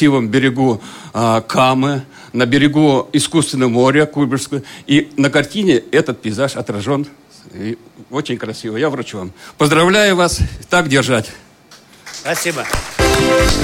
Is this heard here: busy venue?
yes